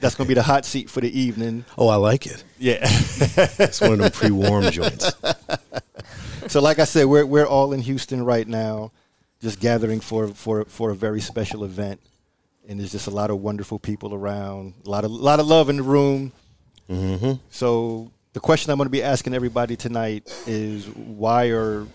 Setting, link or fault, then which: setting, busy venue